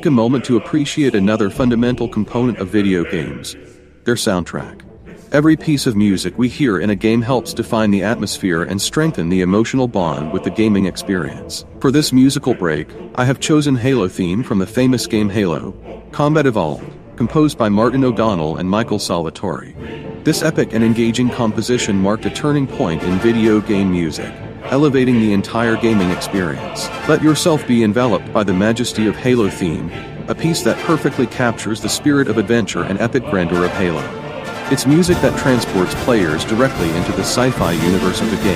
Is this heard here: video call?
no